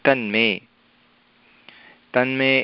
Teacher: योगः मे तत्तु जस्वसन्धि अस्ति तद् योगः मे तकारस्थाने दकारः आयाति अत्र मकारः अस्ति इत्यनेन तकारस्य परे मकारः अनुनासिकः अस्ति तथैव तकारस्थाने नकारः आयाति · Term: अनुनासिकसन्धिः